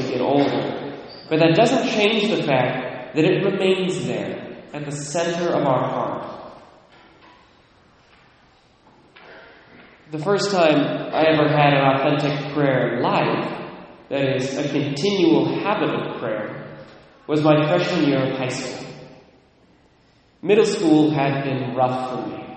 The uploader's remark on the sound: Recorded at Immaculate Conception, Mount Vernon, WA